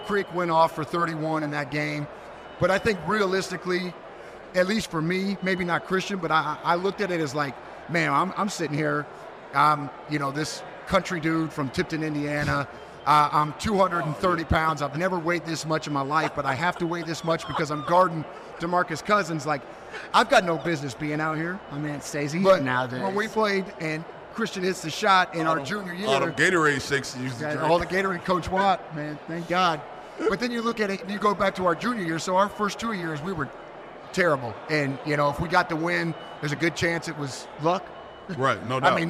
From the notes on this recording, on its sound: Live from Assembly Hall. Record live from Bloomington, Indiana, at the Assembly Hall on game day against Kansas.